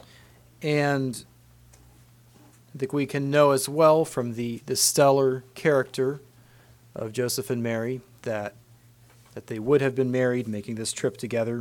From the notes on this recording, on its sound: Christmas message preached at Word of Hope